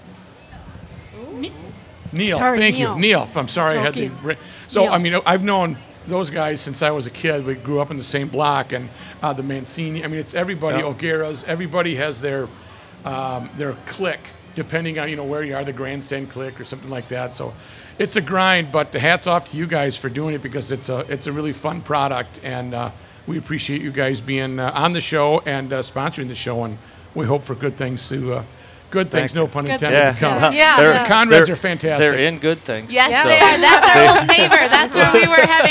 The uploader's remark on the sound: Live from the state fair!